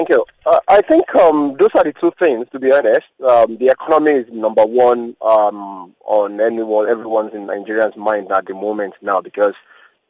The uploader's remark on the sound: we are joined on the line